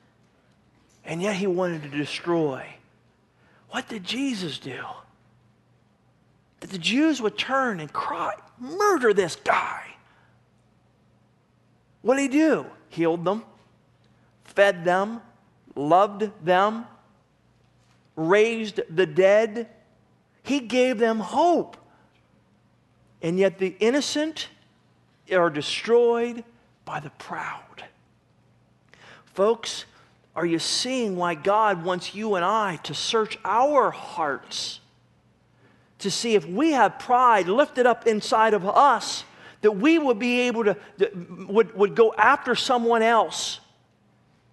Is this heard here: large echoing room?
yes